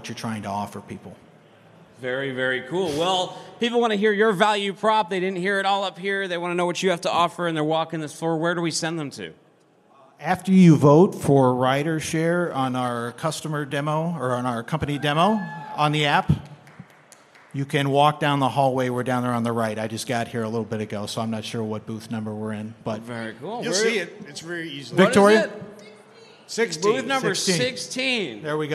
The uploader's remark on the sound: live from day 1 at F3